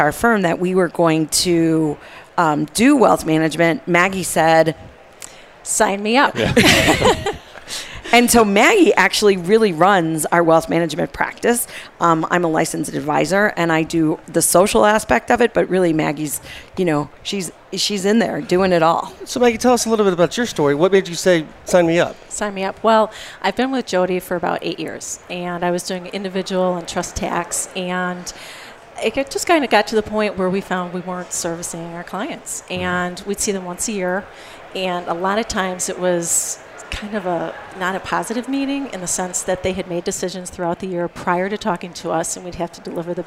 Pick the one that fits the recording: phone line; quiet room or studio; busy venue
busy venue